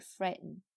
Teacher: 这个 t 其实也是没有发的